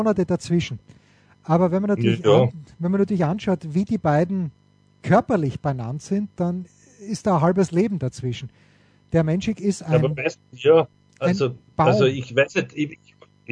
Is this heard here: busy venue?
no